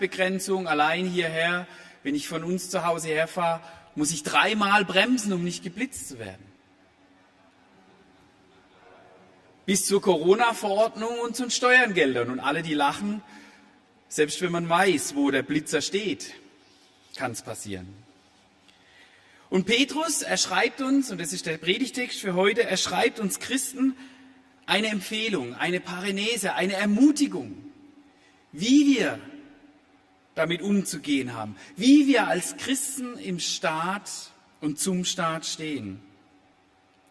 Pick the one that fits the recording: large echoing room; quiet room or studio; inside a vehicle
large echoing room